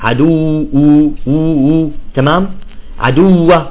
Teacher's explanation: هلأ الآن في عندي هلأ واوتين، صح؟ الواو الأولى يجب أن تخرج من الفم وليس من الأنف